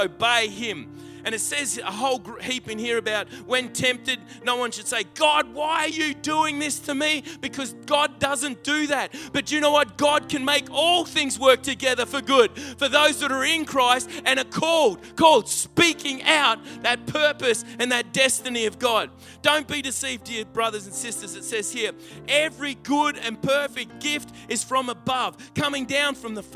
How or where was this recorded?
large echoing room